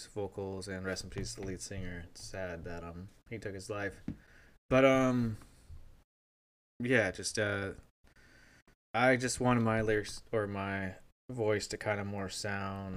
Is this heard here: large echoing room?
no